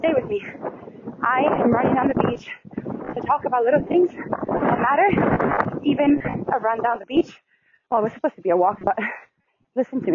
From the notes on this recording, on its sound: It HAD started as a walk, & then turned into a glorious run down the beautiful Watson’s Bay on Lizard Island. I do want to apologize for sounding so wind-disturbed and pacing breathless up and down these hills and walking tracks to and from the Bay. Do forgive me if you struggle to hear my voice through bits and pieces of this short segment, as I caught some crazy wind.